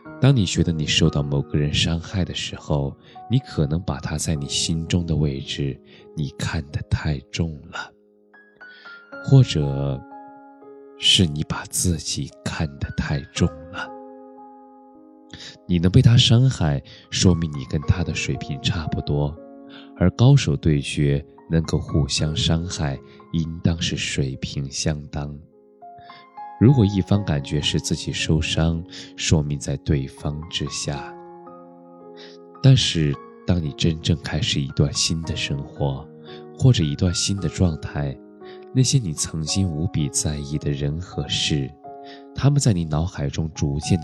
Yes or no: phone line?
no